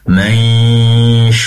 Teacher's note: Dengungnya di dua tempat, pertama di hidung, yang kedua di shin, yaitu makhrajnya shin berasal dari lidah tengah · Term: ikhfa hakiki